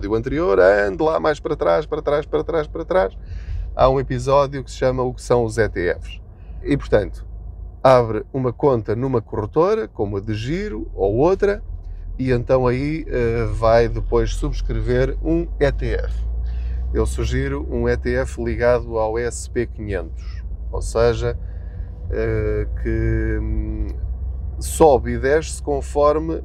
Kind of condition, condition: setting, inside a vehicle